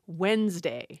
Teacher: The students suggested that it should be spelled W-E-N-S-D-A-Y because we do not pronounce that D, or at least most of us don't